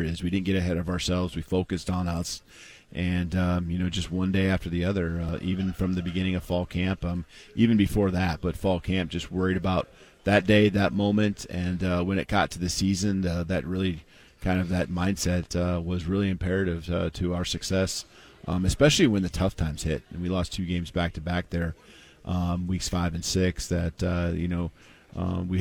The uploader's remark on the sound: at Pac-12 Media Day in Las Vegas